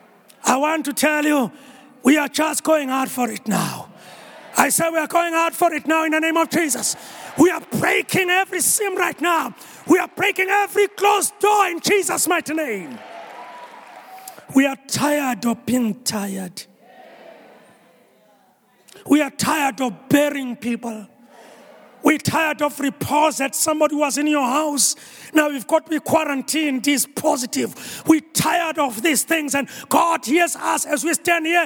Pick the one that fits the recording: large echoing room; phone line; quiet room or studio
large echoing room